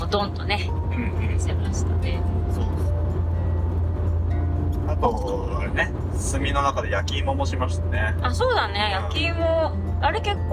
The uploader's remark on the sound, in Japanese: 家族で初キャンプの帰り道に収録したドライブ番外編